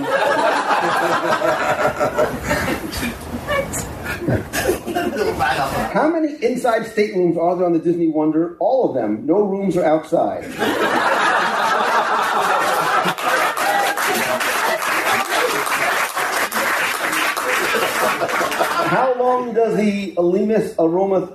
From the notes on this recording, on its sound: This week’s show was recorded live during our WDW Radio Cruise to Alaska on the Disney Wonder last week.